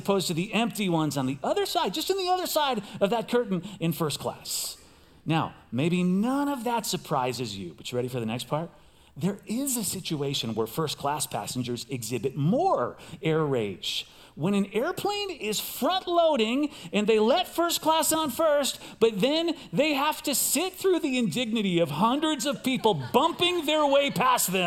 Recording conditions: large echoing room